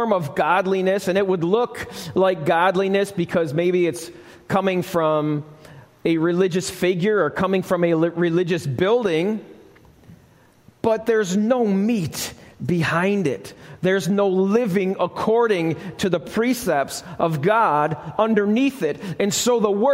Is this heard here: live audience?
yes